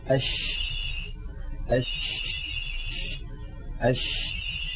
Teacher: التفشي كما يعني عندما ننطق الشين، جرب هكذا أش أش أش، تجدون بأن الشين كما ذكرنا عند بحث مخارج الحروف تخرج من وسط اللسان، من وسط اللسان، من هذه المنطقة، ومن هنا ينشأ الصوت، من وسط اللسان ينشأ الصوت، ثم يندفع الصوت باتجاه مقدمة الفم، فيصطدم الصوت بالأسنان، بالصفحة الداخلية للأسنان العليا، فيؤدي هذا إلى حدوث انتشار للصوت في الفم. · Term: صفة التفشي